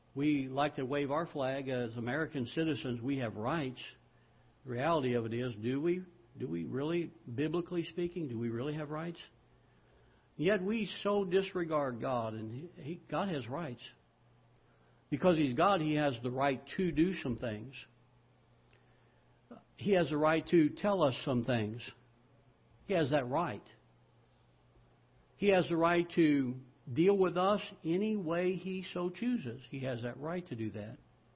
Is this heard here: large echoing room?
yes